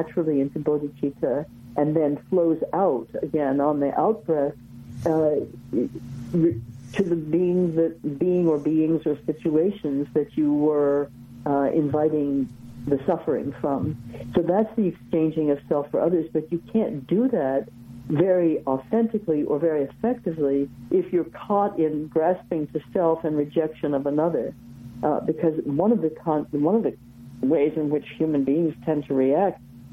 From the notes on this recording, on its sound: We present a telephone conversation.